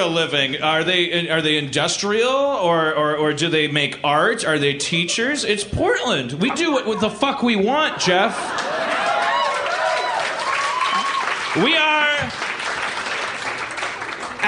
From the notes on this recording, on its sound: Portland, OR. Then he raps and dicks around with people in the audience.